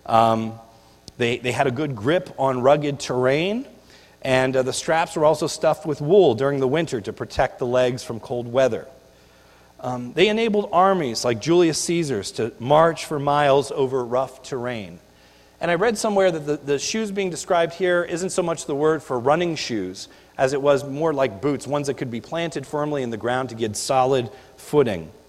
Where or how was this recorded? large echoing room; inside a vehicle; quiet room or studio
large echoing room